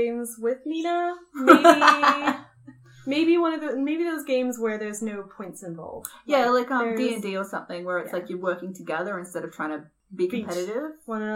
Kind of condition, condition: fault, background noise